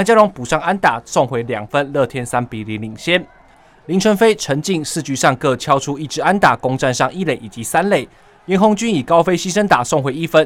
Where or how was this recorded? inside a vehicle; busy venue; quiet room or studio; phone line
busy venue